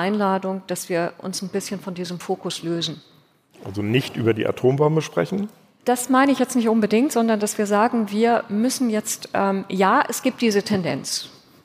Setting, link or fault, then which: setting, live audience